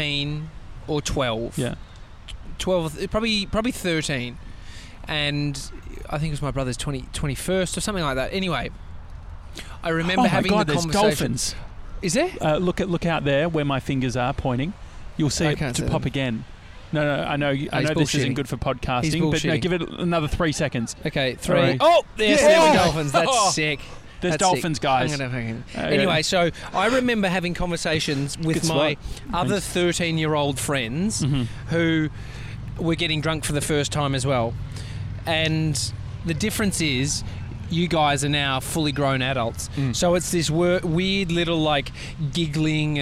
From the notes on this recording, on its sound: We’re live from Laguna beach!